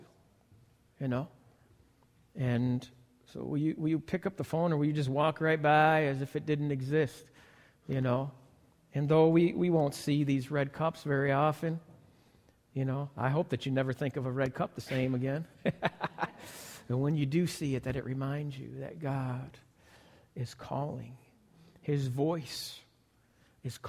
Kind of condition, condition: setting, large echoing room